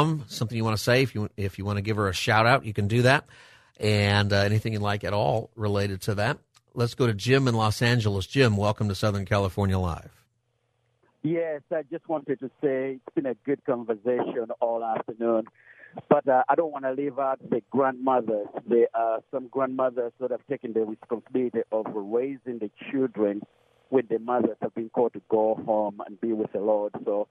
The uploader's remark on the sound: Open Phone Friday where listeners can call in on any topic